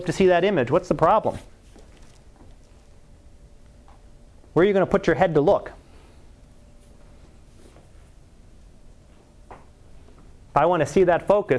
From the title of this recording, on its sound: Live Class Lecture